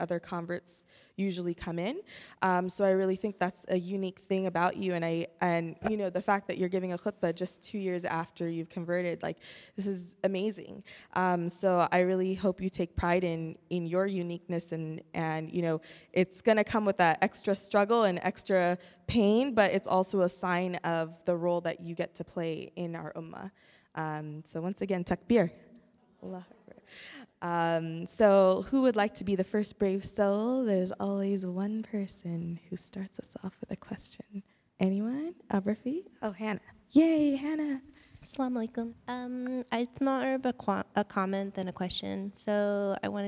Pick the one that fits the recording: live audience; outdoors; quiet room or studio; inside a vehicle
live audience